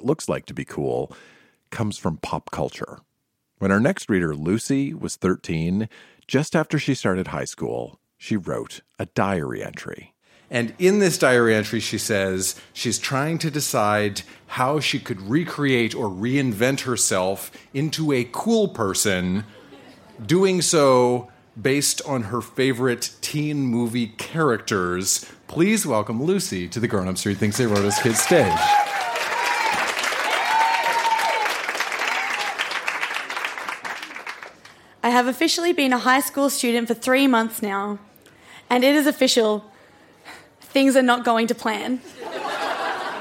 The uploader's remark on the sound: Recorded live at the Woodford Folk Festival.